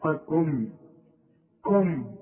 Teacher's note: عندي قاف عالية قوي في التضخيم وبعدين عندي كاف مرققة